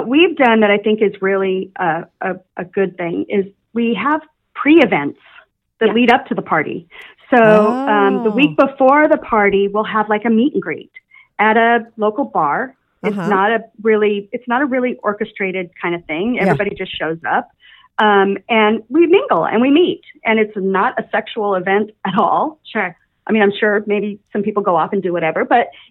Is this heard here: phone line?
yes